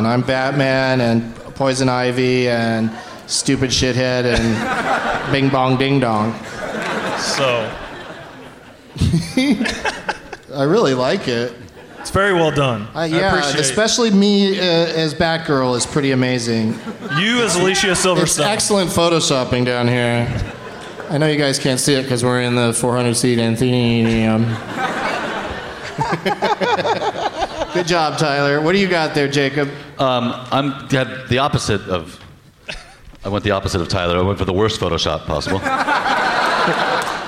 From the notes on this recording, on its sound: Live from the Bastile Theatre in Indianapolis.